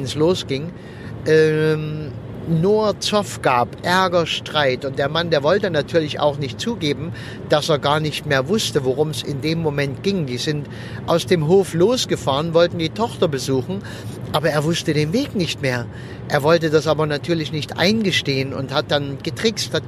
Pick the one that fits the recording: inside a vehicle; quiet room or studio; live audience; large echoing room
inside a vehicle